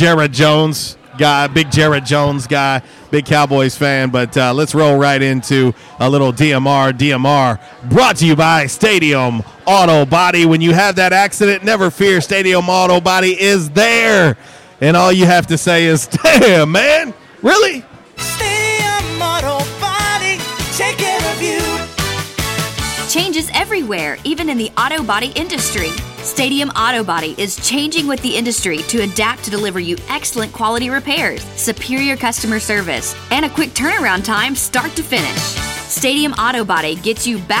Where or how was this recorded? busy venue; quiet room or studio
busy venue